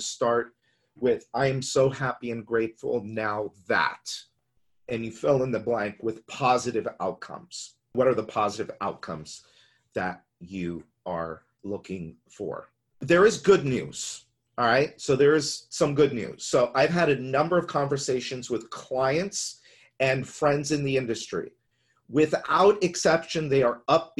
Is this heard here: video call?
yes